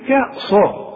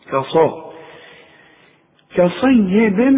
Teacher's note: الصاد من الحروف المفخمة فإذا جت جنب حرف مرقق بتطغى على هذا الحرف